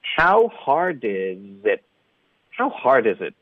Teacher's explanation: it 的特呢要省略，导致一个停顿